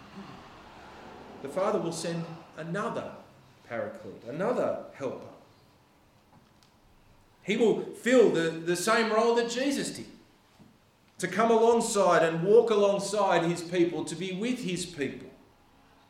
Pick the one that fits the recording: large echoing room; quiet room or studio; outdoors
large echoing room